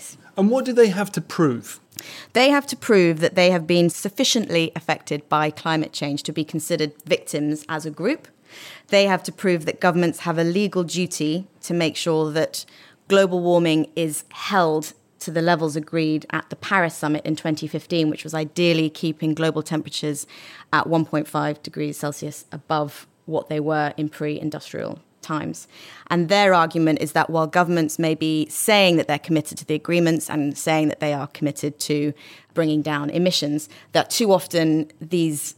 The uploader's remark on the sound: It was recorded in front of an audience in the Tortoise newsroom.